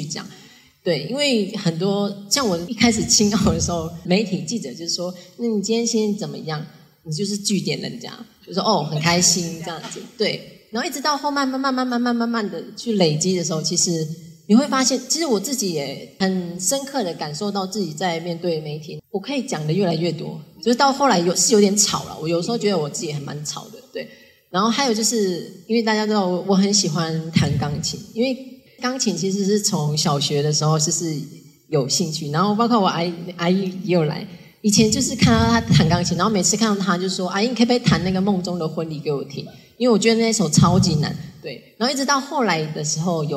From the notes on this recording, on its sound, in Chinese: 現場錄音